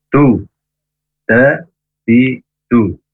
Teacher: huruf dal harusnya ujung lidah ke pangkal gigi atas ya. Du de di du jangan du atau du ujung lidahnya ke ujung gigi atas ya, tapi ujung lidah ke pangkal gigi atas.